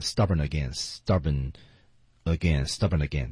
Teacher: 有连读啊，stubborn 和 again 之间是有连读的